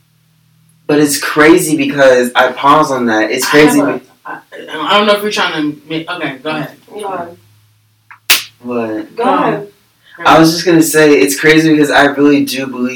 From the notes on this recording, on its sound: Please bare with us as we use our new software for our podcast. Please ignore any audio errors.